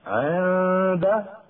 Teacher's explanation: إخفاء النون قبل الدال مع بقاء الغنة يسمى إخفاء حقيقيا